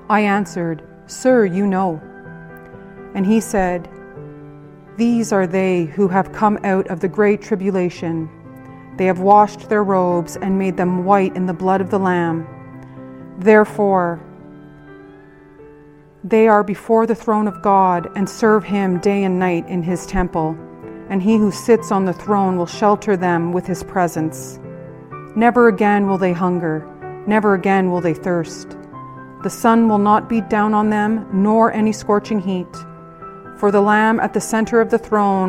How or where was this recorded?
large echoing room